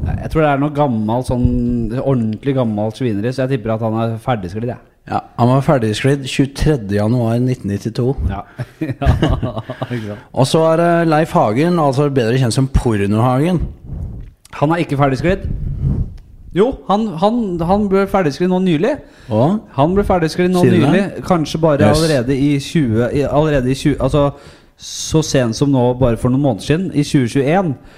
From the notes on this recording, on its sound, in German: Live-Podkast. På Parkteatret i Oslo.